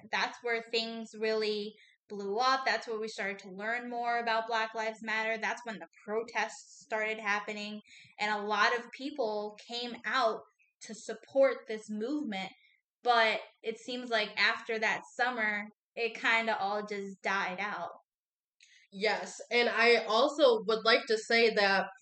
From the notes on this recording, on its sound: We apologize for the audio, we experienced a lot of unexpected technical difficulties with launching this first podcast.